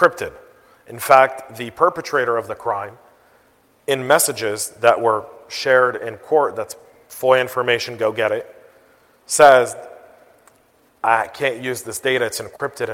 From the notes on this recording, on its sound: I was asked to give the keynote address at FutureCon. FutureCon Atlanta.